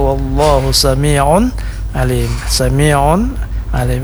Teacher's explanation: Kemudian terakhir ada izhar hal kepada kata wallahu sami'un alim, sami'un alim, ada dhammatain bertemu dengan huruf ain, ini namanya izhar, izhar halq.